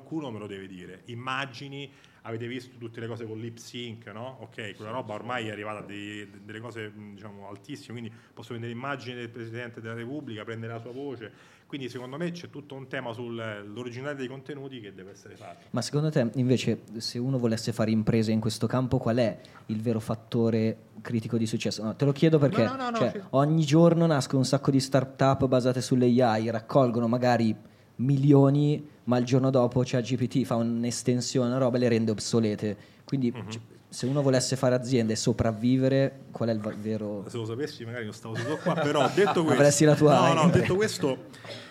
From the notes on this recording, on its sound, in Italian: Abbiamo registrato con l’AI Specialist Director di Microsoft durante il secondo evento di Cheers e Starting Finance. Durante un aperitivo.